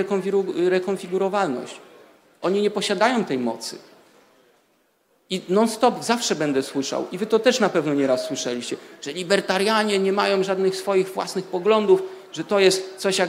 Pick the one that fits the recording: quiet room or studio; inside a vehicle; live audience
live audience